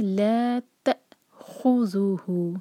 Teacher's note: ت یہاں cut off sound آنا چاہیے، الف پر سکون ہے. لا تأخذه، ہو کو دو حرکہ کھینچیں گے.